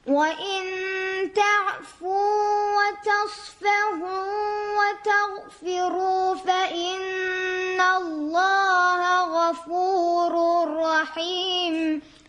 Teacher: در کلمه تصفحو هم یک حاء جیمی داریم که باید از وسط حلق تلفظ بشه و اون گرفتگی صدا رو پیدا کنه